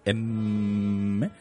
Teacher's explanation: la M esa nasal bilabial, ¿no? Que, es, que el sonido se produce justo en, el, en la punta de los labios.